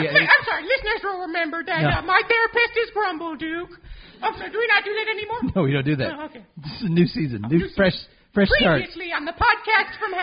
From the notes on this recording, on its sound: Recorded LIVE in front of an undead audience at BeezlePub's Tavern. The part of BeezlePub's was played by The Magnetic Theatre in Asheville, NC.